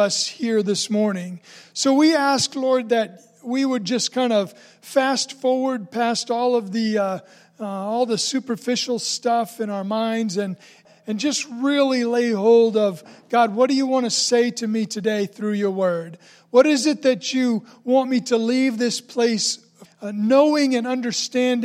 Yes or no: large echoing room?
yes